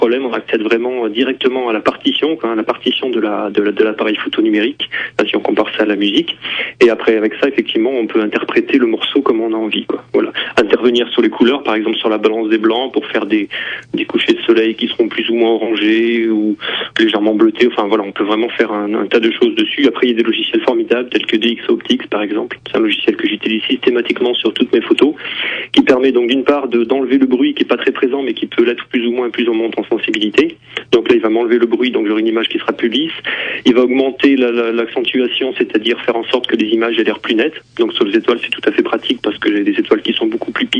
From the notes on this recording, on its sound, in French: Photographe (par téléphone).